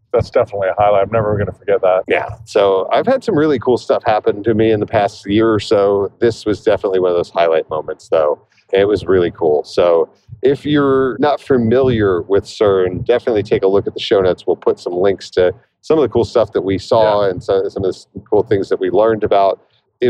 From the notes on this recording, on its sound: Recorded on December 3rd, 2023 live from the Autobahn.